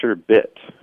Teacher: it's sherbet, with no second R at the end